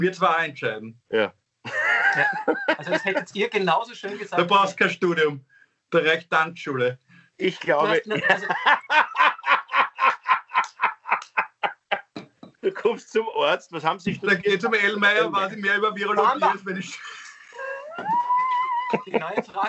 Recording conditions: video call